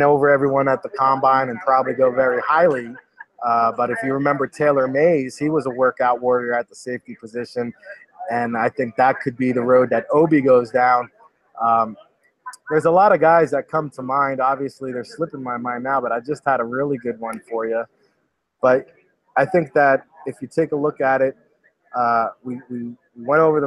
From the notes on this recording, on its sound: live from the NFL Combine